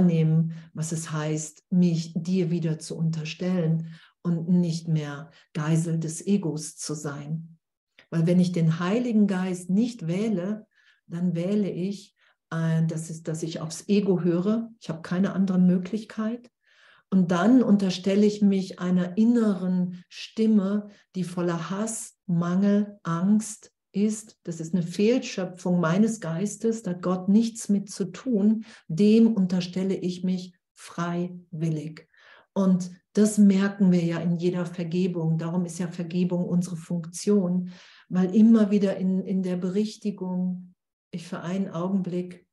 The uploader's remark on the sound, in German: Zoom-Session bei Aleph